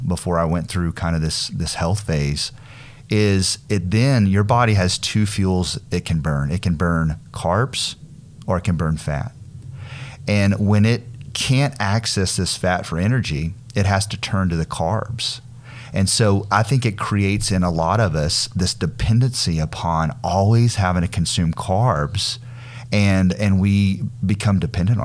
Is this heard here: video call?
no